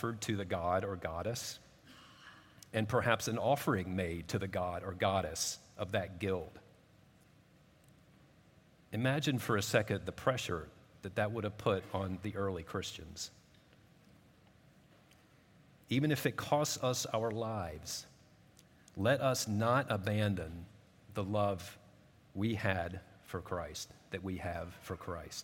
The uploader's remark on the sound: At Redeemer Presbyterian Church in Charleston, SC